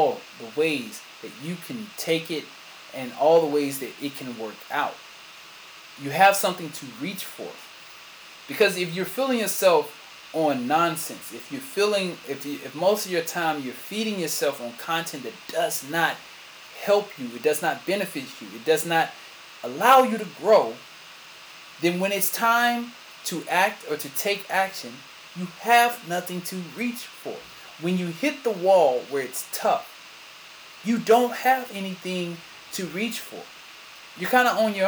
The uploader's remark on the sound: Sorry for the sound